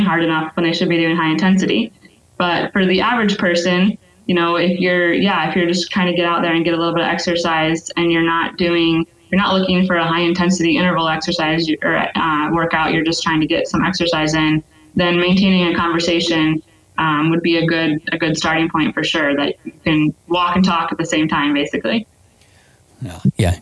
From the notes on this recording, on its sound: we take a listener call